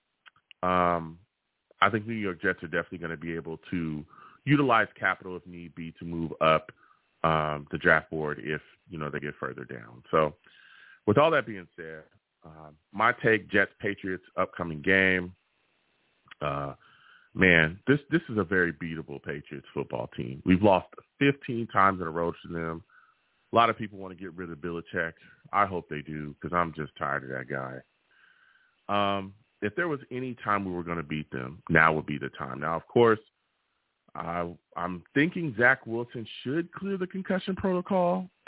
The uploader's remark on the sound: I take live callers!